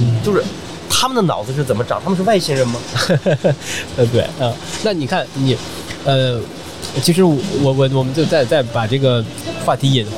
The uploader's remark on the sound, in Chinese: 越·野Talk来到OUTDOCS中国国际户外影像嘉年华在佛山的现场，进行了长达12小时的播客直播录制。我们将这些现场录制下来的音频发布在这里。